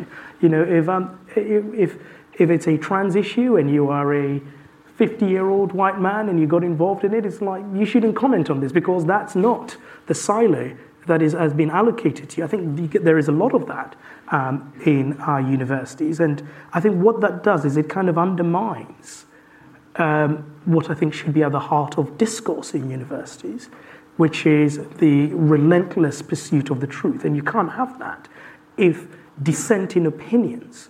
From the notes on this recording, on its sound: live at Wonkfest18